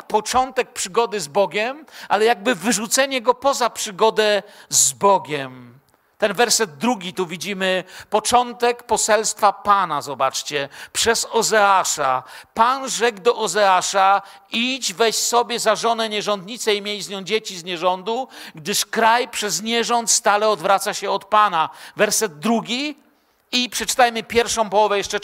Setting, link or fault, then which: setting, large echoing room